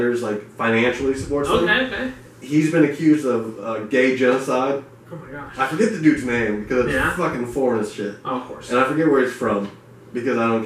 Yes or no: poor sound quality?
yes